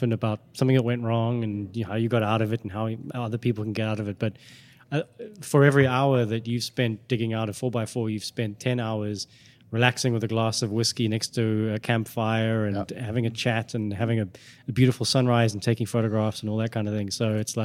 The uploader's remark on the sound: recorded over a 6-hour drinking and pizza session at the Awehwolf Bar in the Just Like Papa store